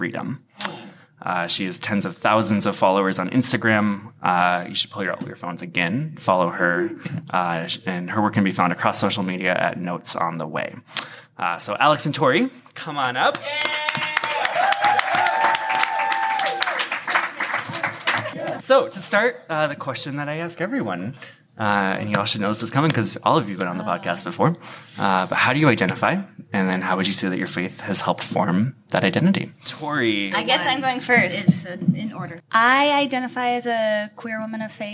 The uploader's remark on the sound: Recorded live from the Brian M. Eckstien Podcast Stage at Q Christian Fellowship's national conference in Chicago, Illinois. This episode was recorded live on January 12, 2019 at the Hyatt Regency in Chicago, Illinois.